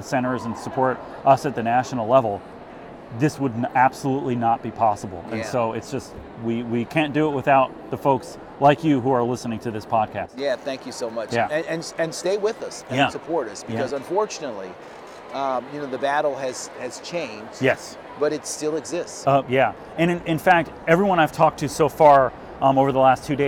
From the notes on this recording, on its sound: Recorded from Care Net's National Conference in Mobile, Alabama. The 2023 National Conference had 1,600 attendees, an all-time record.